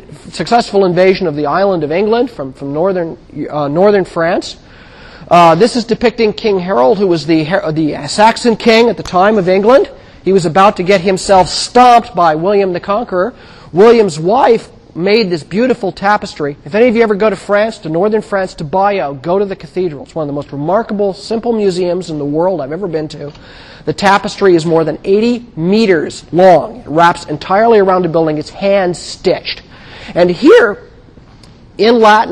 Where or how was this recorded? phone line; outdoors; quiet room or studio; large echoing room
large echoing room